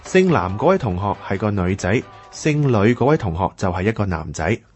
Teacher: 其实男仔嘅男同埋女仔个女咧，都系鼻音 N 声母噶。